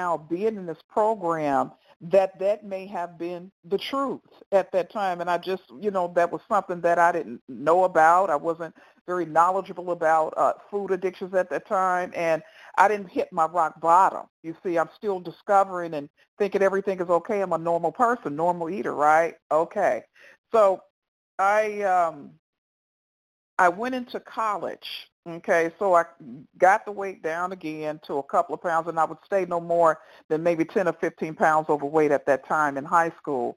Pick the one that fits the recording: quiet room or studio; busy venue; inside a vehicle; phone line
phone line